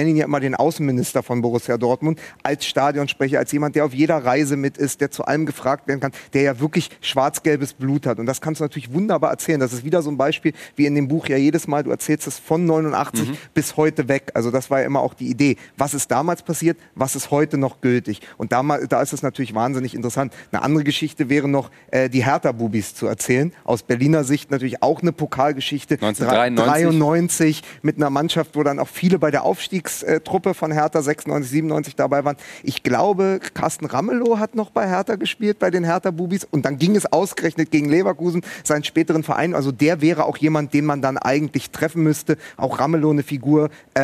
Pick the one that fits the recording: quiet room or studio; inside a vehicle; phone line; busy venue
busy venue